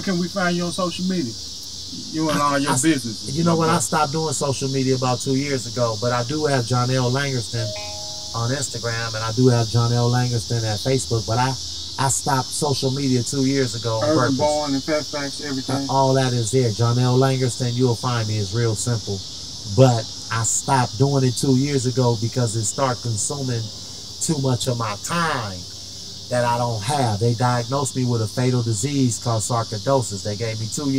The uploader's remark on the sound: Hang Out in the Urban Born Garden